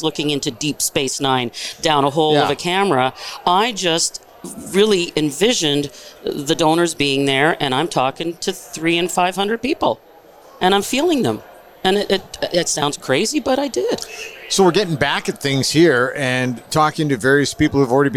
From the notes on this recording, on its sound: This podcast episode was recorded live at GO WEST® 23 and produced by Road 55 . GO WEST®, Canada's Event For Event Professionals.